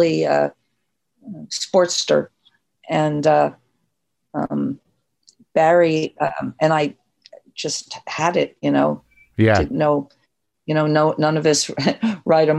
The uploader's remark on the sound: conversation done over Zoom